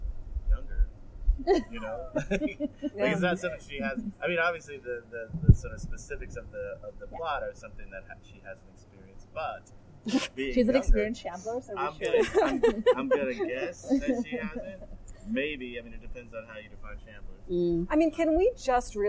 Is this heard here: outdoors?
yes